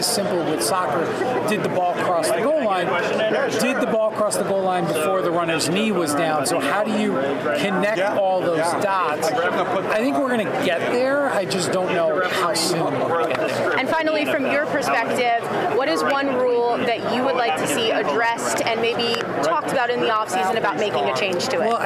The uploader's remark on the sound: live from Super Bowl Radio Row